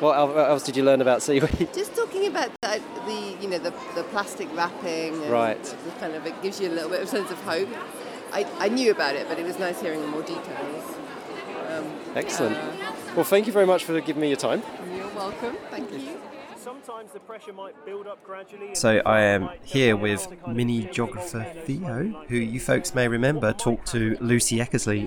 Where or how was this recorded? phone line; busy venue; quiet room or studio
busy venue